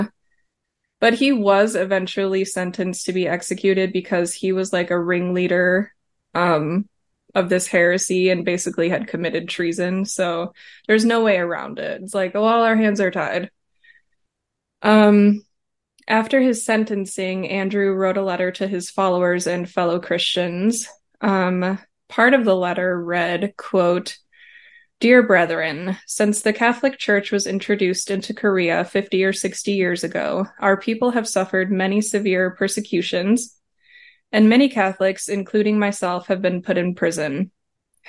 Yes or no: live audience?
no